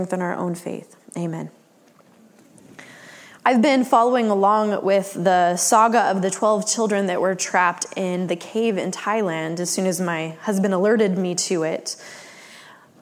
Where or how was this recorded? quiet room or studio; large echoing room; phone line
large echoing room